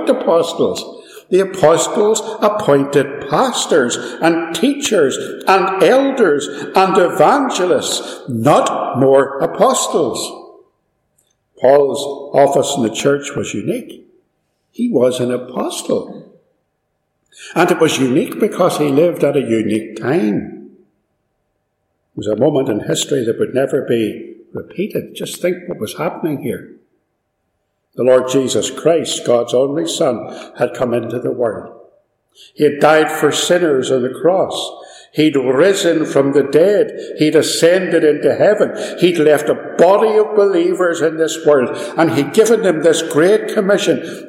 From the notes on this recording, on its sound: This sermon was recorded live at Ballymacashon - there is some echo and background noise.